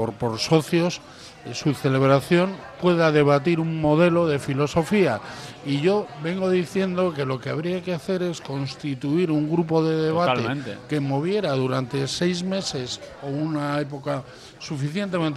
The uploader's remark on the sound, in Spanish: Debate abierto en la mesa redonda del Ein Prosit. La "tasca" más futbolera de Euskadi, esa que tiene en sus paredes cientos de bufandas, banderas e historias que van dejando los aficionados de todos los equipos que pasan por Bilbao.